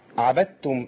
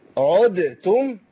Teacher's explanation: إضغام الدال تضغم في التاء إضغام متجانسين صغير، دال ساكنة عبد وتاء متحركة، والدال الساكنة اللي بتاتي مع التاء زي عدتم.